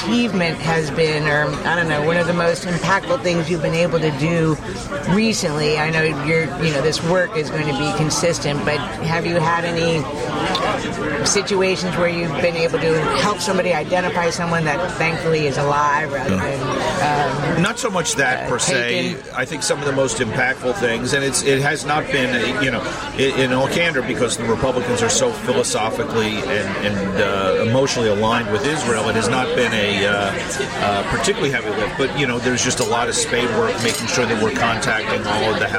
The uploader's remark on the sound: at the Capital Grille restaurant